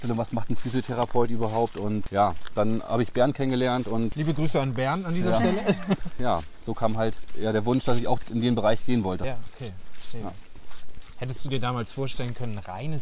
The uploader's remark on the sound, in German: Auf einen Spaziergang